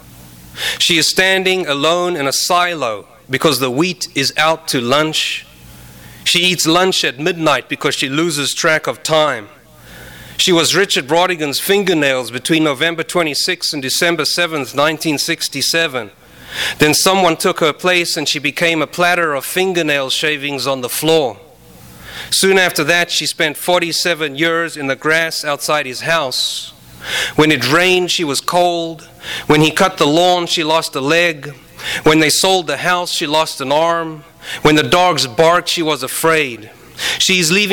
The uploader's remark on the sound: Kick off their Three Horsemen of the Apostrophe tour with an event at Skylight Books! THIS EVENT WAS RECORDED LIVE AT SKYLIGHT BOOKS SEPTEMBER 14, 2011.